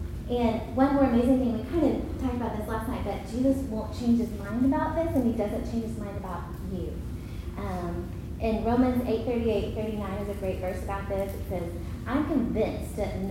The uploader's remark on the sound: Recorded at Union Church.